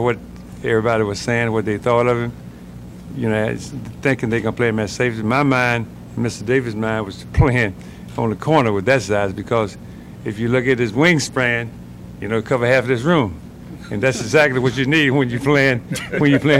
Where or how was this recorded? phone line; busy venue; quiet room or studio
busy venue